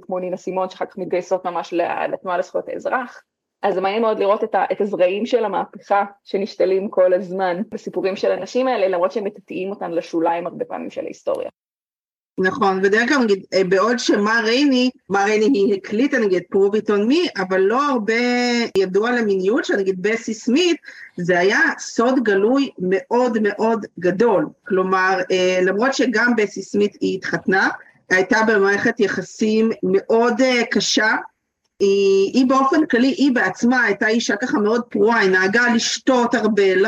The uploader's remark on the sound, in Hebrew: הקלטת הפרק התרחשה בזום ולכן האיכות לא בשיאה.